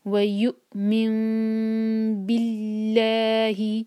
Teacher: نون کے اوپر دیکھیں چھوٹی سی میم بنی ہے، تو ہم نون نہیں پڑھیں گے، تو ہم پڑھیں گے میم. اور جب میم کے بعد با آتا ہے تو ہمیں اس میم کو تھوڑا ٹائم دینا ہوتا ہے، اور اس میم کے لیے اپنے ہونٹوں کو ٹائٹ بند نہیں کریں گے